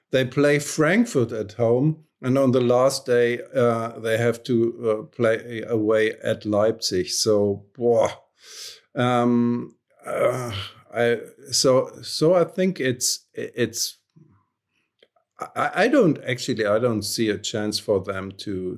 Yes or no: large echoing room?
no